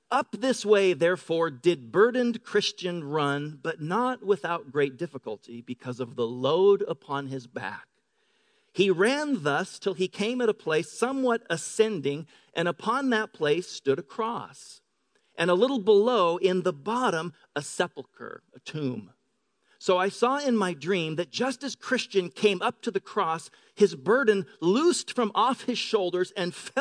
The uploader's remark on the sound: Delivered on 13 May 2018 at Grace Church of La Verne